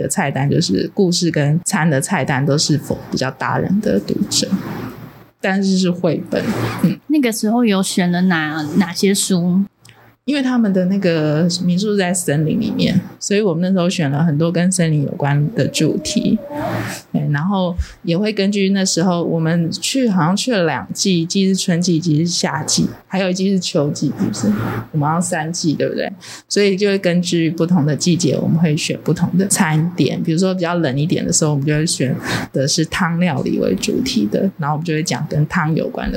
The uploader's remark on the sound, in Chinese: 本集錄音機罷工啦～無法有效排除環境音，因此音質有點瑕疵。